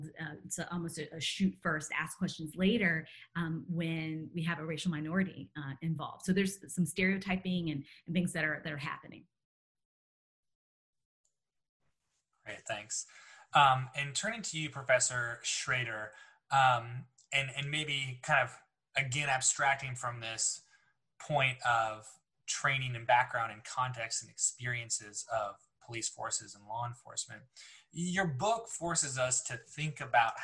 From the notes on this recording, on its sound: This online panel discussion shares insights into these issues.